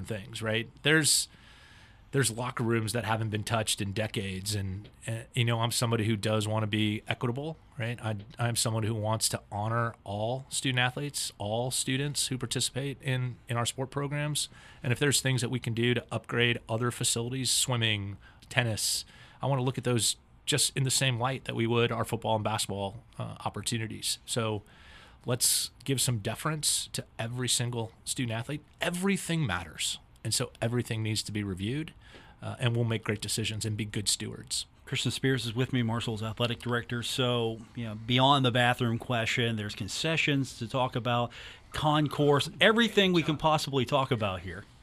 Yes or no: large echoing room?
no